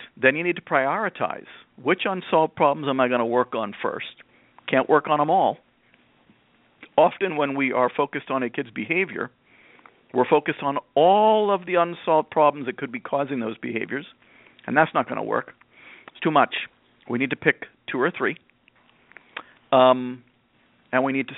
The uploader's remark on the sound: a mom who called into the program